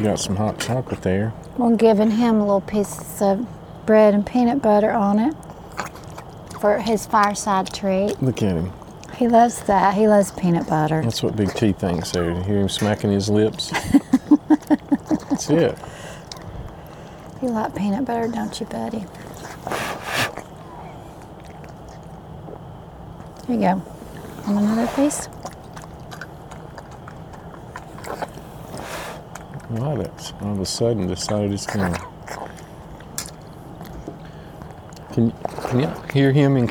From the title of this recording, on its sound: Fireside chat from Yogi Bear’s Campground Pigeon Forge